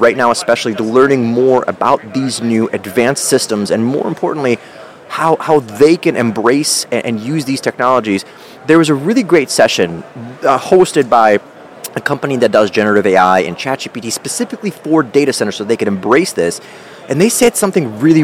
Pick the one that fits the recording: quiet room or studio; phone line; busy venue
busy venue